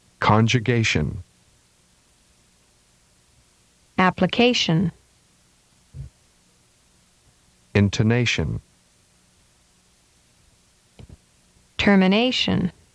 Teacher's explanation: Pattern 8 is for four-syllable words where primary stress is on the third syllable. Secondary stress occurs on the first syllable. Pitch is characterized by step changes.